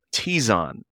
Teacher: In English, though, you know, I grew up here in the U.S., so it's I'm very used to the syllable of the accent being on that first syllable and that Z being stronger